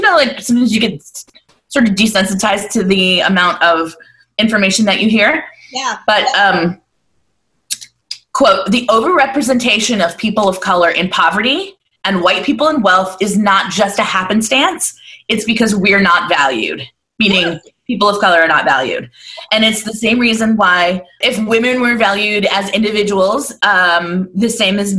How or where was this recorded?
video call